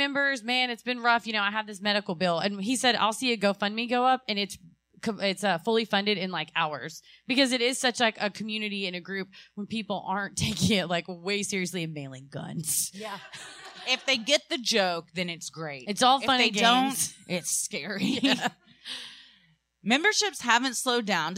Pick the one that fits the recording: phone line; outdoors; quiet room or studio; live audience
live audience